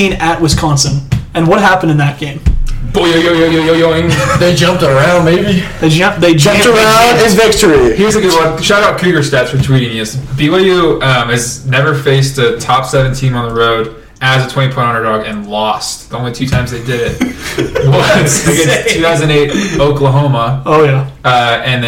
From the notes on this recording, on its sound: Not even the audio could handle the hot takes and unhinged comments that were said